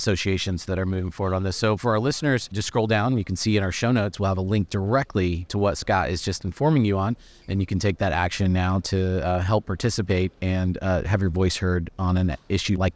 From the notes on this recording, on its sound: This episode was recorded at the NIC Fall Conference .